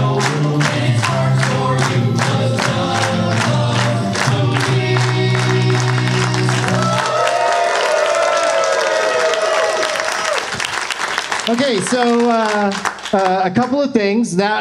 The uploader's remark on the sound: Live from the Helium Comedy Club in Portland.